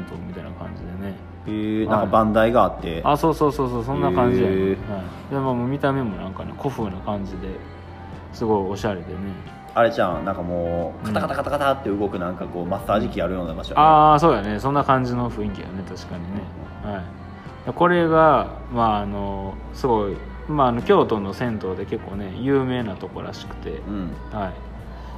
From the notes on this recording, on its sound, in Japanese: あがりゃんせで収録してみました。今回は滋賀のあがりゃんせで収録してきました。